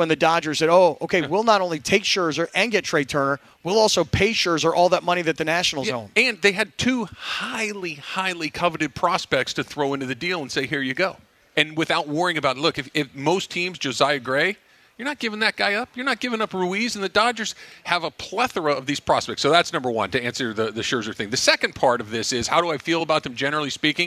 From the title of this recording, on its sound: Live from Hollywood Park Casino!